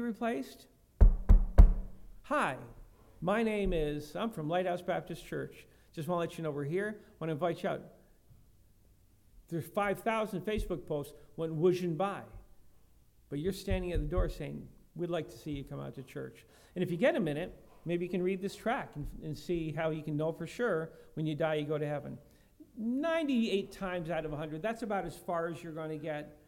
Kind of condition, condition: setting, large echoing room